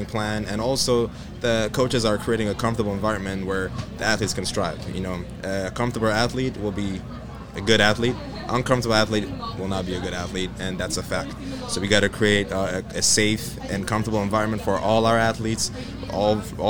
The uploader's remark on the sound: Live from Head of the Charles Regatta